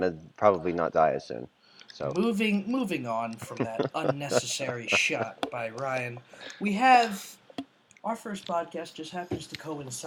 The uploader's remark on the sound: We also understand if the audio has a little echo in it we are working on getting microphones.